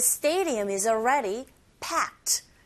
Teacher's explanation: 어가 s에 붙어서 is already 이렇게 발음이 되죠